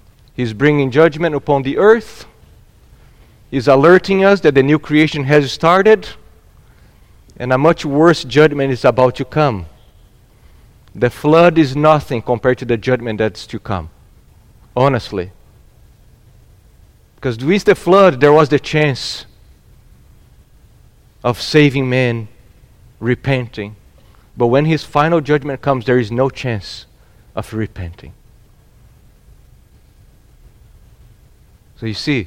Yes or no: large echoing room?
yes